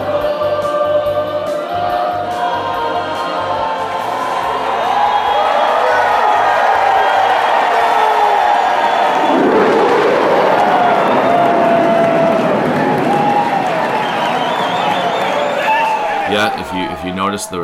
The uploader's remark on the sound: live report from the Red Sox opener at Fenway